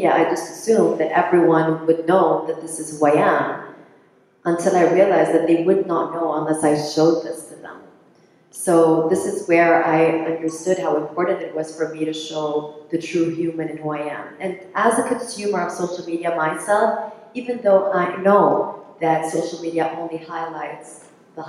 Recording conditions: live audience